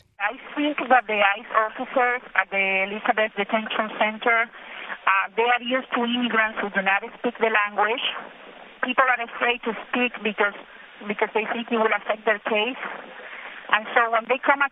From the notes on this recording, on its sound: “I don't really know what is happening,” he says from a scratchy phone line inside the detention center. He says as an automated recording from the prison cuts between his words.